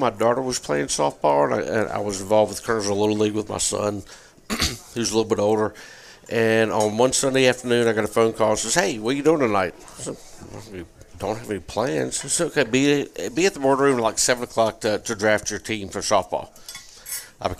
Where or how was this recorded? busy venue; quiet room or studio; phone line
busy venue